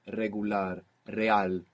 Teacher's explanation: An initial R, like in regular, in most Spanish dialects, it's a rolling R. You get this flick of the tongue.